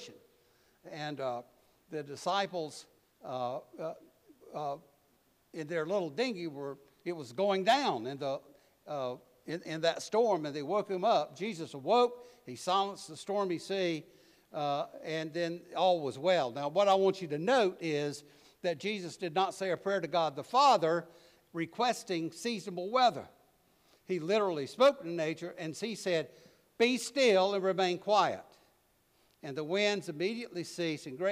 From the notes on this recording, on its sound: preached at All Saints Anglican Church in Charlottesville, VA